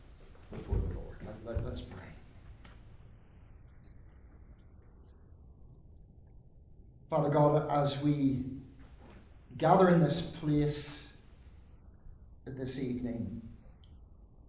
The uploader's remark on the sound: Sermon delivered at the Church of Ireland Theological Institute